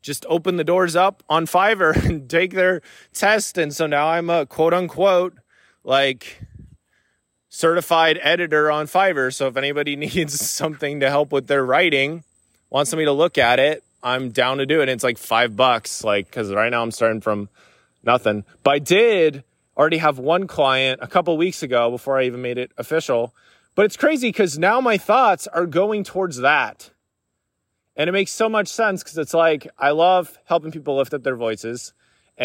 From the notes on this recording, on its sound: Recorded this while on a walk. Was going to do so in the studio but today it just felt more natural and free-flowing to do it on a walk.